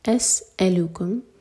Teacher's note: سین پر وسل والا ساؤنڈ